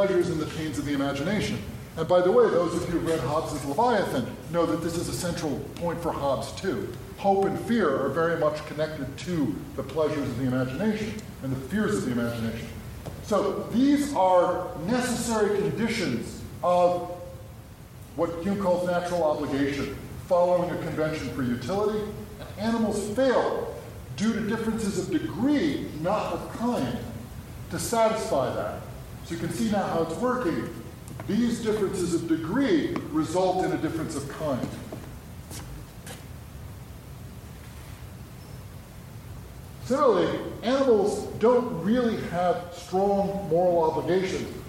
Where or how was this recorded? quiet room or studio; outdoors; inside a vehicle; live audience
live audience